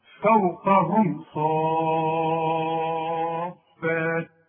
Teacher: ما غنتهاش، أظهرتها وضميت شفايفي خلاف الإخفاء